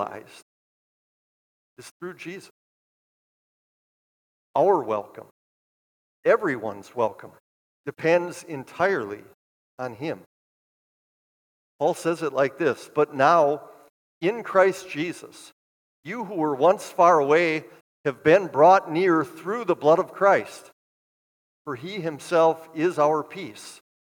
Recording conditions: large echoing room